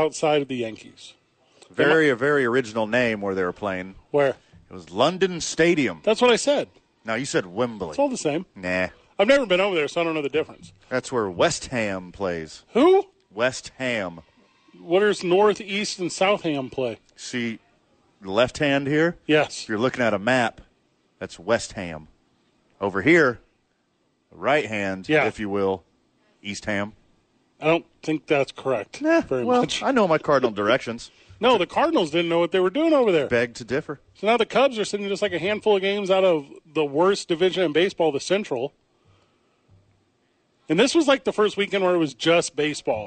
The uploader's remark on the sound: live from YMCA